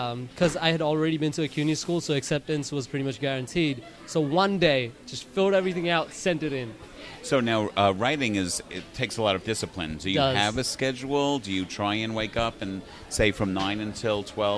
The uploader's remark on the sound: At the KGFC Filmmakers Lounge hosted by Ateaz Organic Coffee & Tea. During the Kew Gardens Festival of Cinema in 2017.